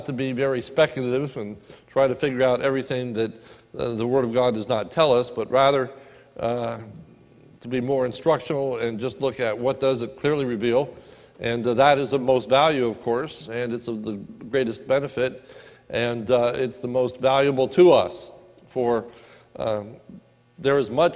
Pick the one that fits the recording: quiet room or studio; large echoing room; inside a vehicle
large echoing room